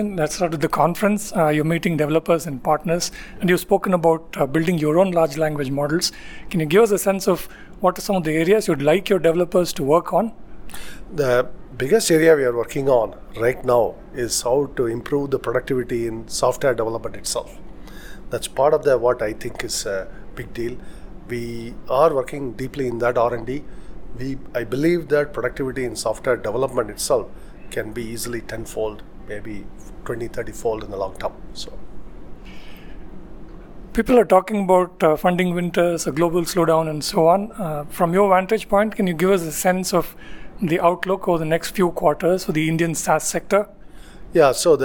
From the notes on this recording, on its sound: Speaking with Forbes India at the company’s annual Zoholics conference. In Bengaluru.